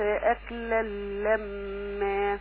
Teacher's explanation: التنوين اللي بعده لام ما تغنيش فيه